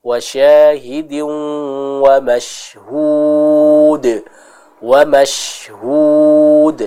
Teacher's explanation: Sifat at-tafasyi, yaitu meleburnya udara di dalam mulut kita dalam pengucapan huruf shin ini.